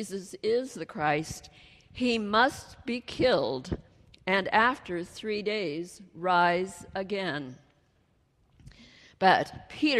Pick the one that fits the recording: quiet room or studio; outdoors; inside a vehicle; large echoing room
large echoing room